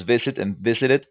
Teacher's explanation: the stress goes on the first syllable, so it's visit and visited